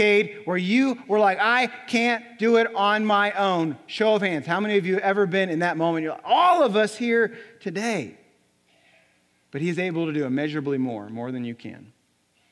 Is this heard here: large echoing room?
yes